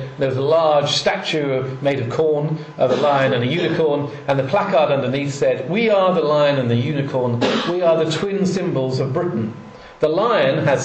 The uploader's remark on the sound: Part of the Politics in Strange Places Conference held in Oxford in September 2010.